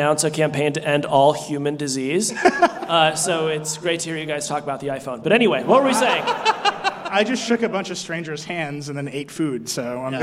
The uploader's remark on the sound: Recorded live in front of an audience in San Francisco after Apple's iPhone X event. The gang also takes questions from the audience.